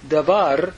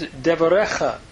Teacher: Davar becomes devarecha, changes to a shiva when we're hurrying to get to the final syllable. · Shown in: second take